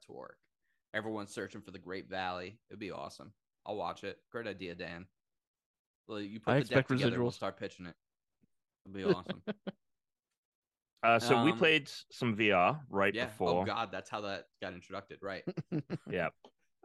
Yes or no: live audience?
no